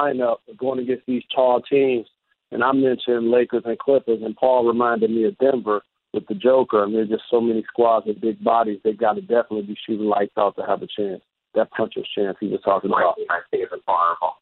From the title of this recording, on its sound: NBA Conference Call